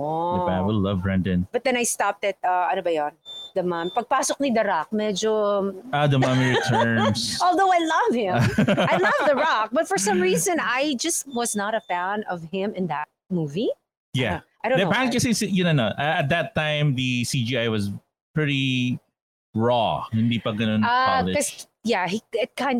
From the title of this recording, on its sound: Live in a Cemetery on Halloween Night